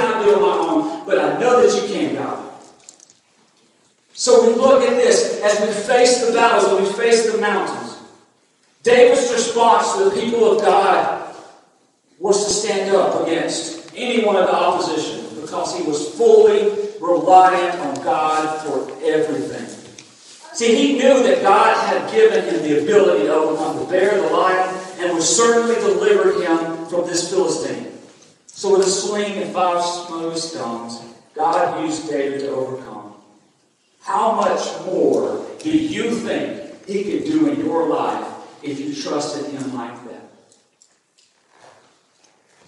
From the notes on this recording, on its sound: Recorded on August 21, 2022 at Friendship Baptist Church.